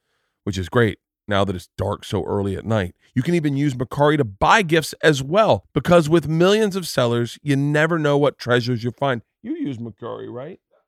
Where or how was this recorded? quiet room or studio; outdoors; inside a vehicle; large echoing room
quiet room or studio